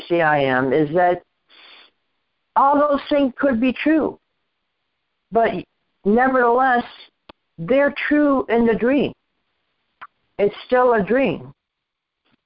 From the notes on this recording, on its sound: ACIM Saturday “Practical Application” Conference Call.